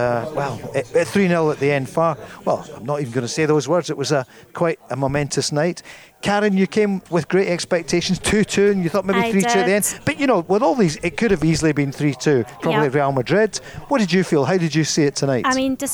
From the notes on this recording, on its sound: live at Radisson Red